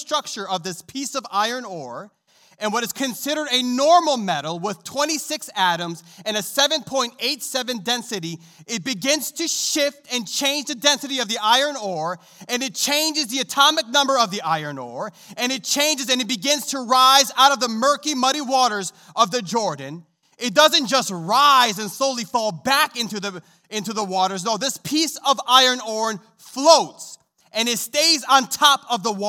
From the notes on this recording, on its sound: This sermon was recorded live on January 2nd, 2022, at Newark United Pentecostal Church.